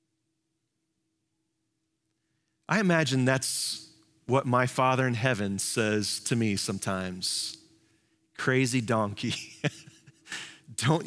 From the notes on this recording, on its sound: Live from our Celebration Ministry Center